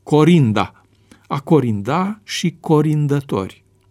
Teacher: L intervocalic suferă rotacizarea, adică devine R